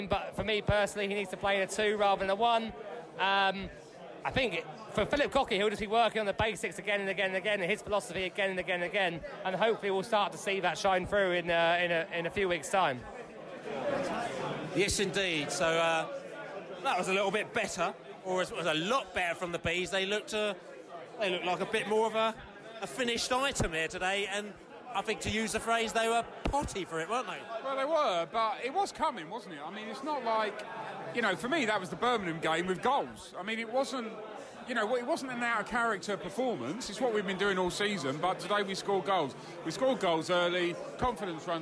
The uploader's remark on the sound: post-match podcast from the pub